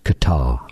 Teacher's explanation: more generally pronounced as Qatar, with a stress on the second syllable